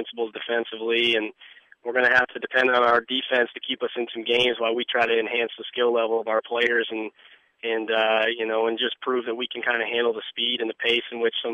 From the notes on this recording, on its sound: talks by telephone